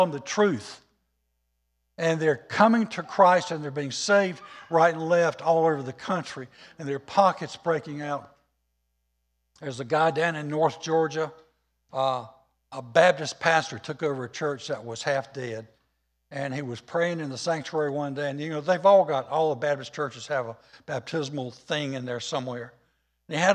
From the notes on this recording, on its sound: was recorded on Sunday, October 3rd, 2021, during service at The Anchor Church in Rockport, Maine.